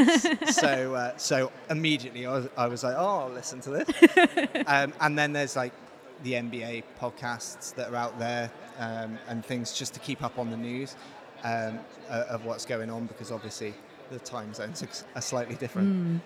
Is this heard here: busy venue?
yes